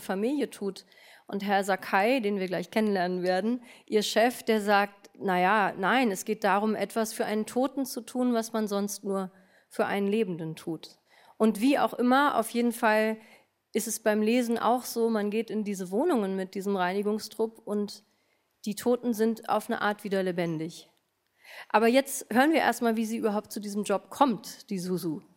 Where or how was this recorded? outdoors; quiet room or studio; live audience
live audience